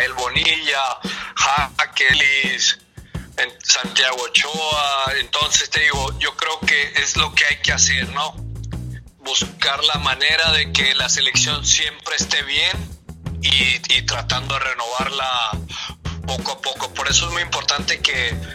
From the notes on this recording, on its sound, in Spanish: El día de hoy te traemos la entrevista telefónica que tuvimos